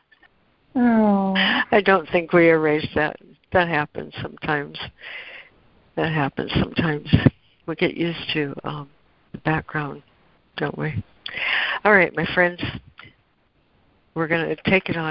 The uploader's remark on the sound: ACIM Daily Conference Call.